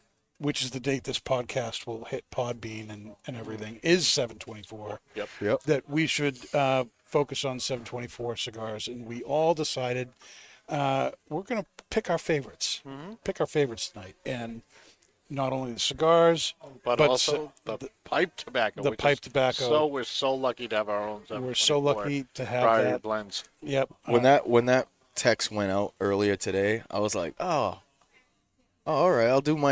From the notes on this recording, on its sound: Recorded live from the 7-20-4 Lounge!